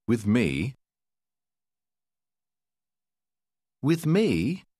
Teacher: bạn hãy dùng ngữ điệu nghi vấn để hỏi với tôi à?